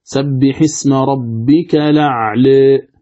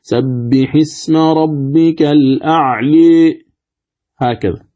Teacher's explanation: فالإمالة الصغرى هذه أو التقليل هذا يكون بين الألف والياء، ولكنه يكون إلى الألف أقرب · Shown in: first take · نأتي بمثال يوضح ذلك، مثلا قول الله عز وجل سبح اسم ربك الأعلى، الأعلى هذا تقليل.